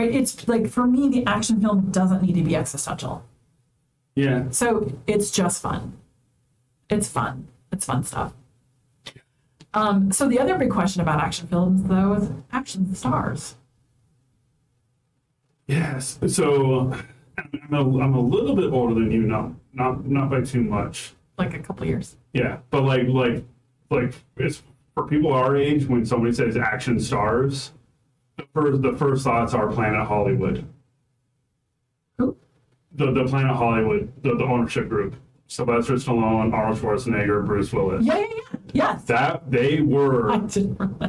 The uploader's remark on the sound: The audio in these first few episodes are pretty bad.